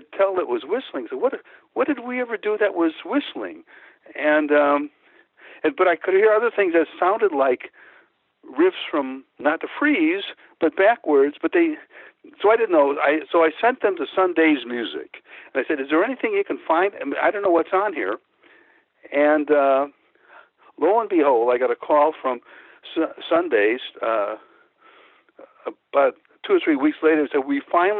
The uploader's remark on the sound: calls in, with an exclusive interview!